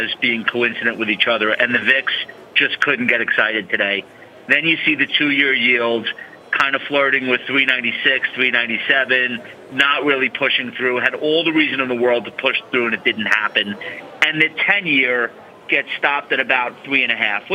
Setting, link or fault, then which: setting, busy venue